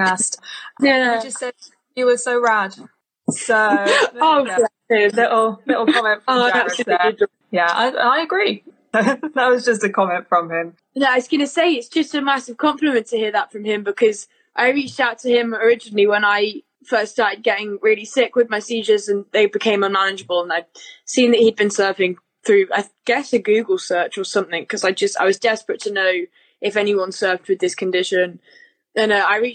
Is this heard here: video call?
yes